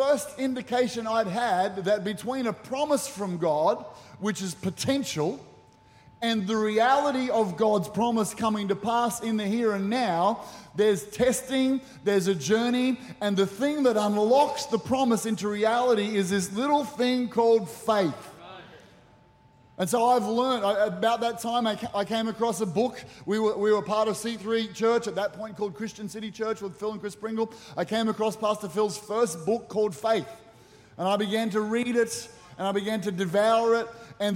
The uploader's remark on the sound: With services streamed live at 9am AEST. Recorded during our 9am service on Sunday, the 18th of February 2024.